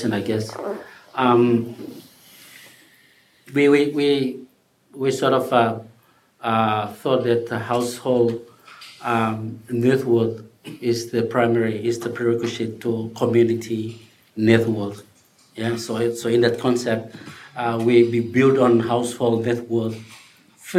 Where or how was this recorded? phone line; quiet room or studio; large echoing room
large echoing room